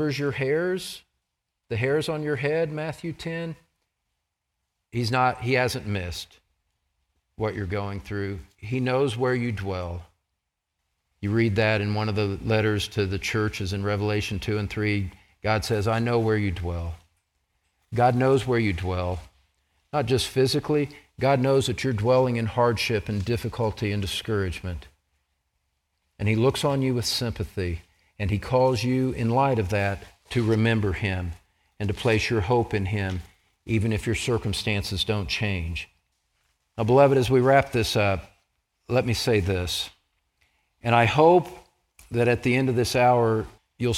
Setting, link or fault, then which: setting, large echoing room